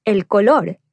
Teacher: These Spanish words which end in the letters OR are stressed on the last syllable.